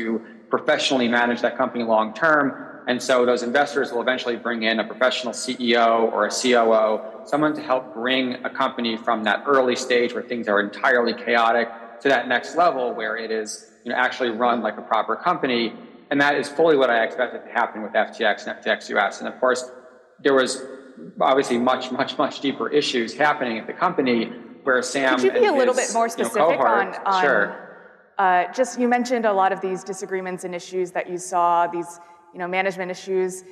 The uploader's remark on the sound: A Consensus 2023 panel